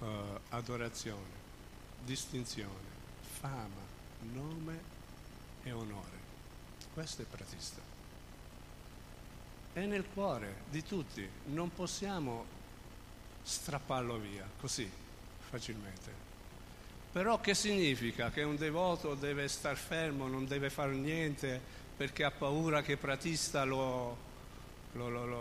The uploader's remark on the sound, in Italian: in diretta dal Tempio di Villa Vrindavana